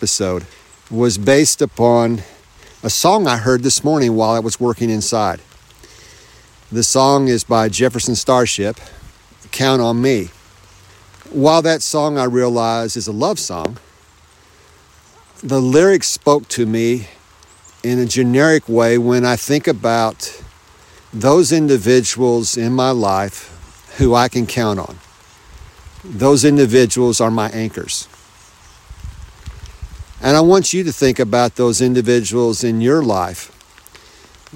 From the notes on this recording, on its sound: You might be able to tell that I’m outside. It’s a fall day.